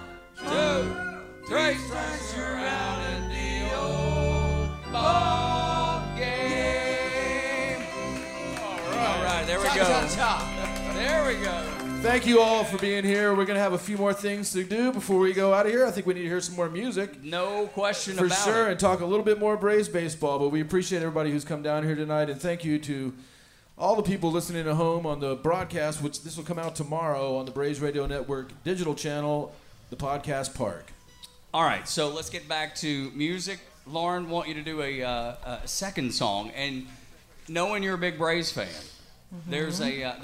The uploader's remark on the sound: BRAVES COUNTRY PODCAST LIVE at SMITH’S OLDE BAR - PRESENTED BY LIVE AT THE PRINT SHOP!